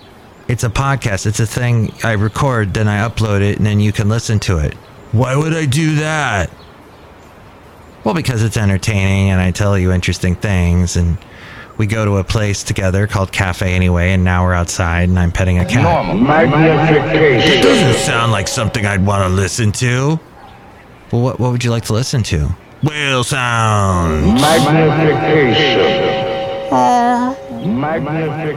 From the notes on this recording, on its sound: podcasts live from Cafe Anyway